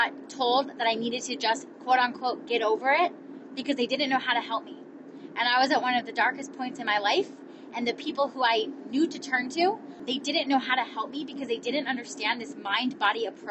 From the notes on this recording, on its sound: Recorded this episode LIVE while driving home from the Pays To Be Brave Conference. In San Diego.